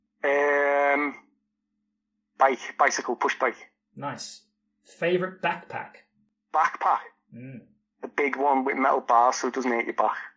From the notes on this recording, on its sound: In conversation, over the phone